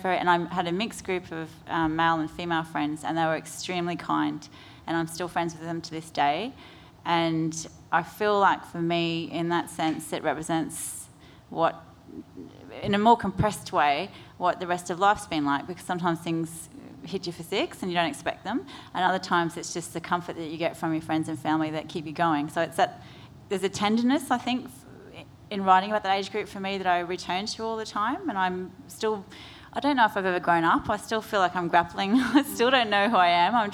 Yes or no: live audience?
yes